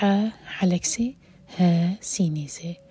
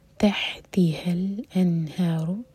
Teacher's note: یہاں پر تحتها میں ایک حا ہے اور ایک ہا ہے حا حلق سے ہا سینے سے